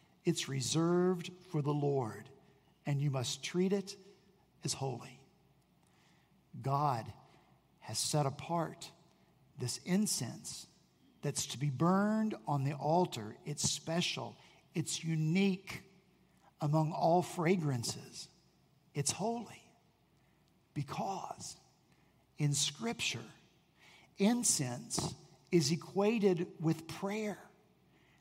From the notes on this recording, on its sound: At Redeemer Presbyterian Church in Charleston, SC